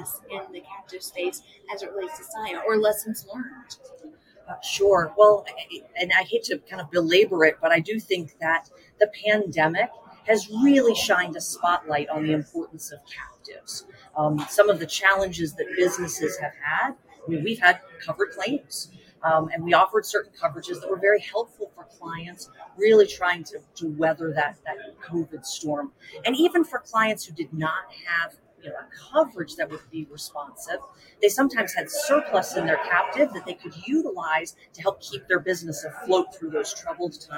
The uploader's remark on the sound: Live at the SIIA 2022 Engage Conference